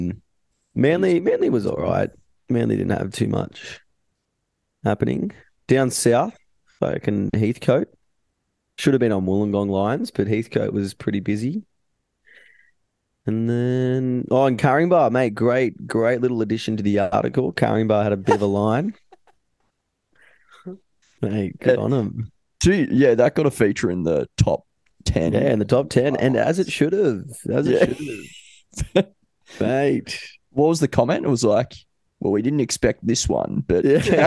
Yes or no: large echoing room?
no